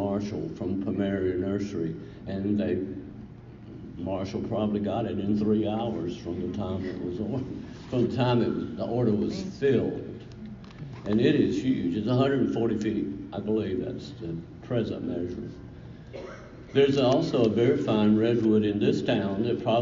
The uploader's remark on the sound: This lecture was presented to the Garden Club of South Carolina, Inc at the West Sandhills District Meeting.